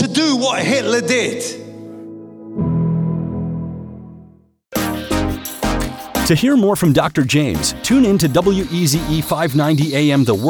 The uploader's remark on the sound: preaching at a Church in Thailand